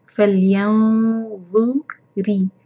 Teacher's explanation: را کے نیچے کسرا ہے، را باریک پڑھا جائے گا، را کو لام سے کنیکشن ہے.